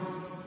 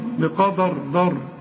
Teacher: ربنا نزلها كده بالدال، انت بتقولها بالضال، بقدر ضر، قدر ما تنفعش، هتقول لي بقدر د ضر بقا د، اذا ابتسمت للدال هتيجي معاك، رجع شفايفك على هيئه ابتسام، شوف الاول بمد شفايفي لقدام بقا وبعدين ارجعها كاني ببتسم بقا د، وبعدين امدها تاني لقدام علشان الراء بقدر.